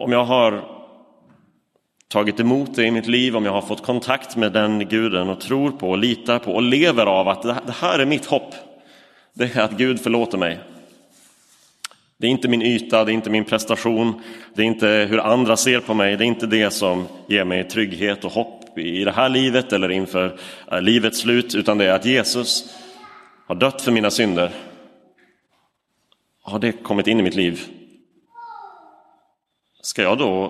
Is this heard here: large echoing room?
yes